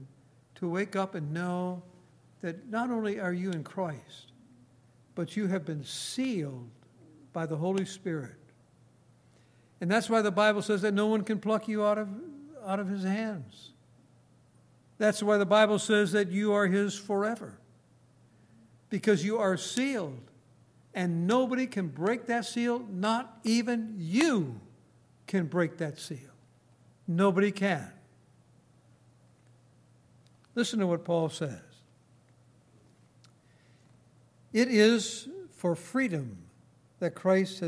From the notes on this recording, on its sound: Recorded on August 26, 2018, at Grace Bible Fellowship in Front Royal, VA.